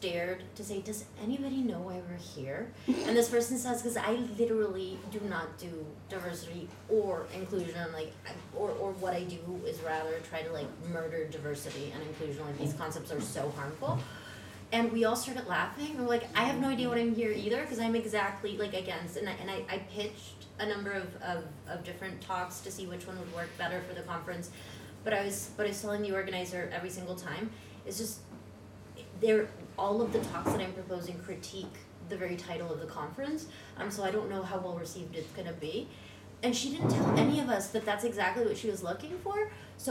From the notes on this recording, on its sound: Live at Night of Arts and Sciences